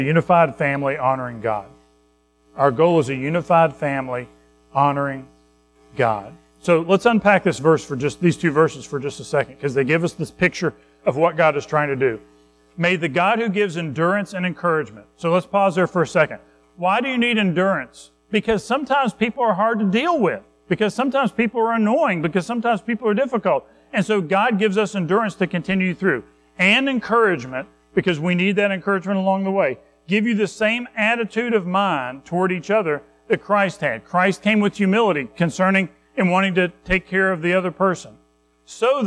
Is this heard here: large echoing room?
yes